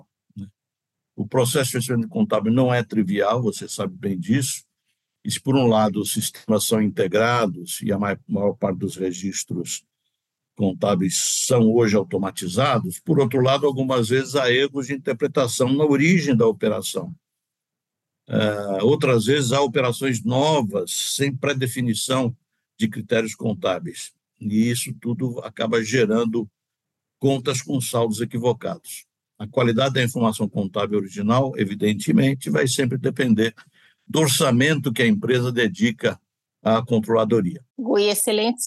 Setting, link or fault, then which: link, video call